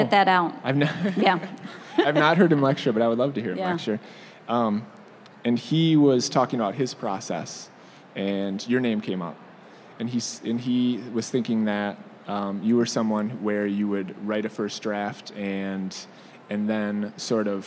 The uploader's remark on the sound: live in front of a group of librarians at the American Library Association's Annual Conference